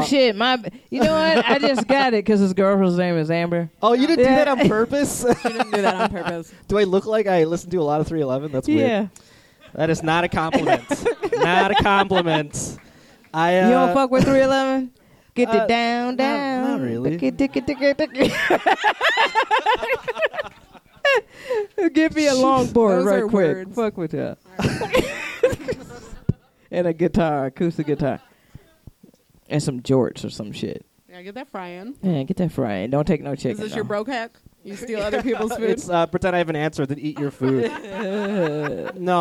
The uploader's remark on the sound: Live at Jo's